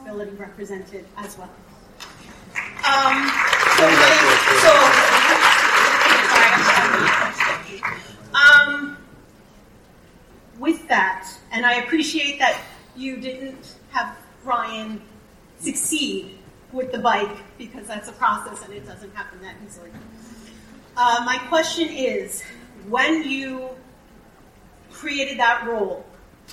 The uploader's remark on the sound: Our new best friend provides the audio of the NYCC "Doctor Who" panel. The audience reacts to watching the Series 11 first episode "The Women Who Fell to Earth,".